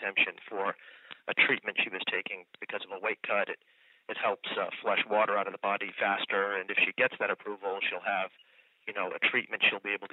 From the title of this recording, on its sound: Post-UFC 208 Conference Call